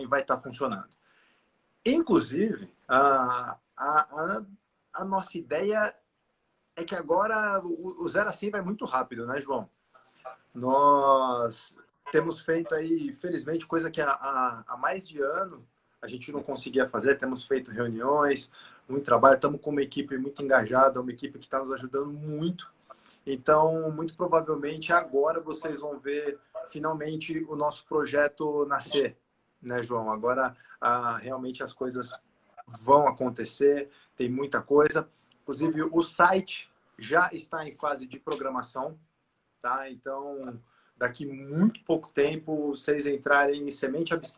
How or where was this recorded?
video call